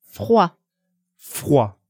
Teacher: Notice there's no D sound at the end.